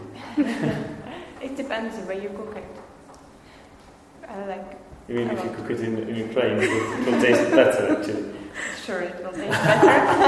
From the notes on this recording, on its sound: This is the second part of the episode recorded in the classroom with the students of mine.